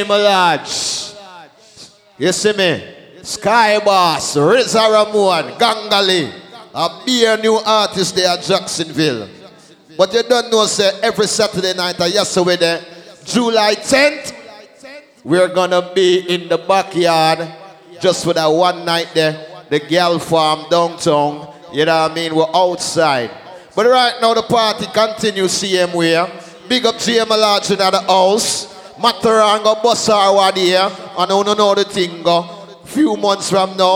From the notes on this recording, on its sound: LIVE IN CONCERT